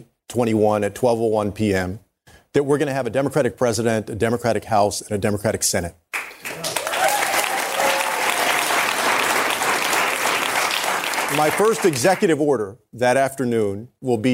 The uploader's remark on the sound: Climate Crisis Town Hall. Answers questions during a live town hall.